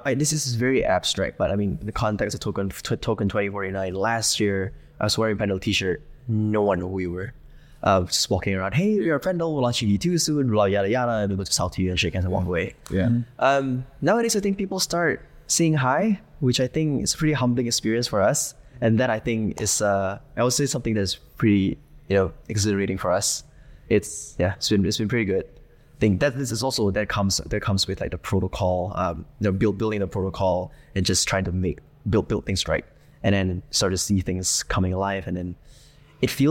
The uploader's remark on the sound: live from Token2049 in Singapore!